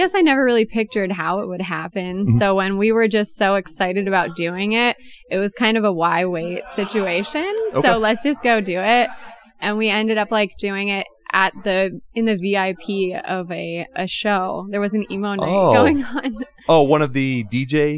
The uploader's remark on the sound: join the show in person at Come And Take It Live in Austin